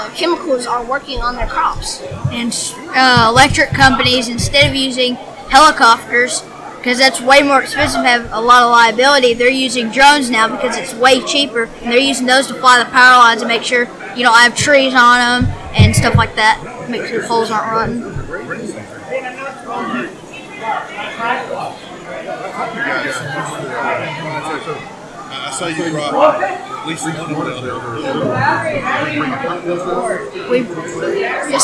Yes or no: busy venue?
yes